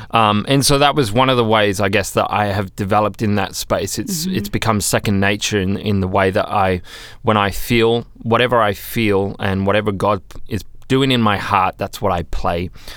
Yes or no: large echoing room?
no